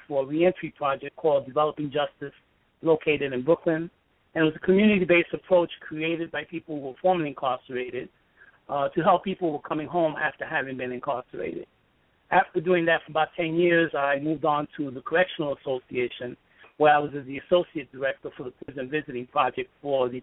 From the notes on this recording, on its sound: in a phone interview